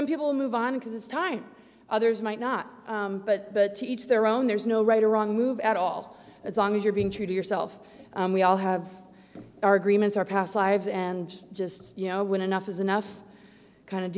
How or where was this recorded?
live audience